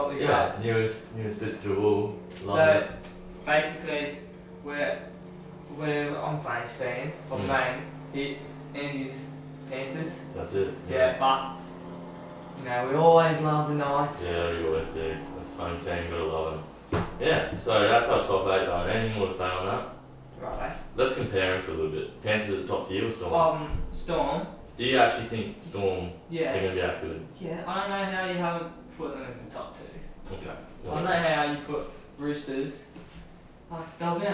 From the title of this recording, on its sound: poor audio